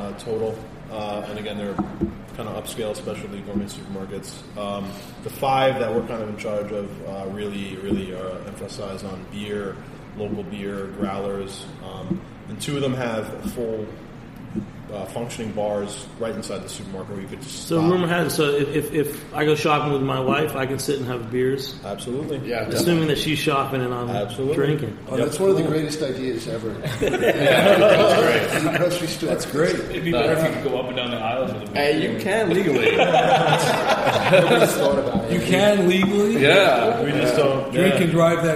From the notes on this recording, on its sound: on location at Portchester Hall in Westchester